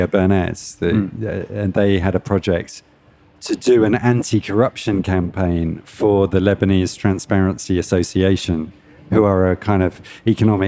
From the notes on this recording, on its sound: taped live at Aaliya's Books